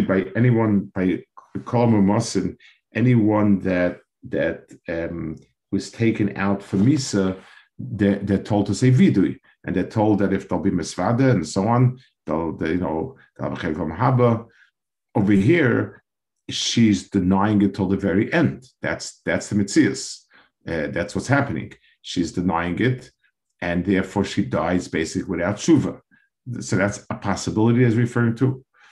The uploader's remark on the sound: This shiur take place over Zoom.